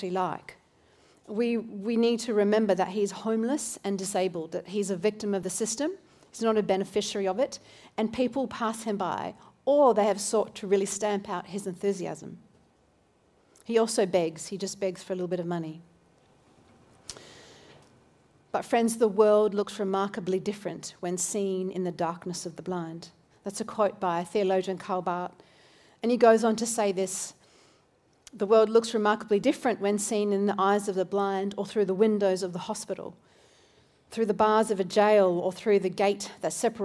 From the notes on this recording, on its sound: This recording is from Newlife Church: Robina, due to technical challenges in Brisbane.